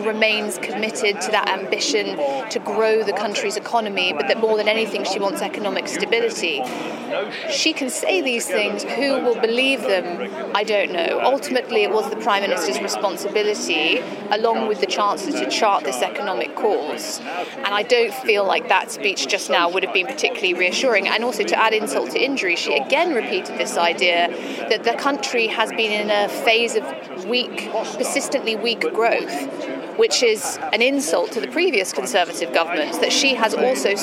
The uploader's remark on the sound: Today's action-packed show comes to you live from the International Monetary Fund meeting in New York.